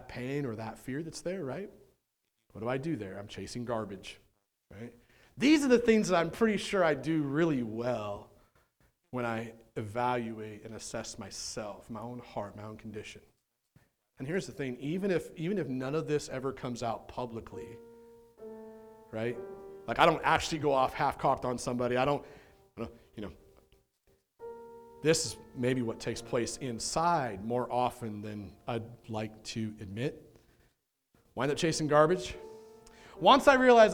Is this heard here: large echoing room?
yes